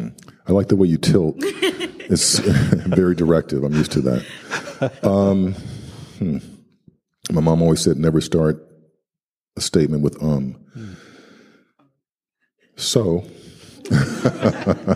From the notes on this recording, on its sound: Audio from December 2, 2019 at The Forum in Town Hall Seattle. At The Forum in Town Hall Seattle.